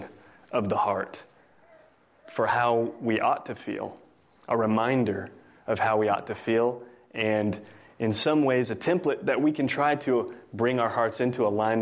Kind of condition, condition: setting, large echoing room